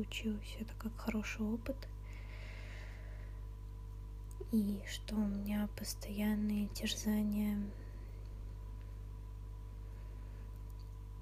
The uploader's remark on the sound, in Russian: Вышло очень тихо и с кучей шумов. Подкрутите звук немного погромче.